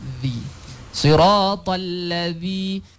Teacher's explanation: Dha sebenarnya dia berada di hujung lidah tu, dia berada di tengah-tengah gigi gitu. Ataupun dia menyentuh gigi atas. · Term: huruf dha